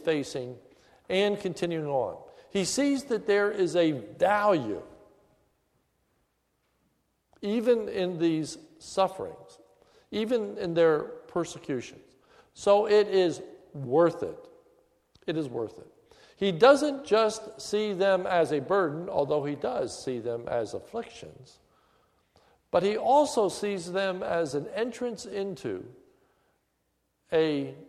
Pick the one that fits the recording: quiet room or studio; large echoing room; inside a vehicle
large echoing room